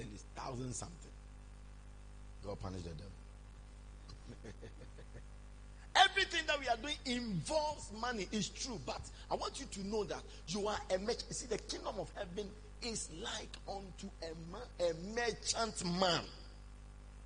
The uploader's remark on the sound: Preached at morning Glory Service.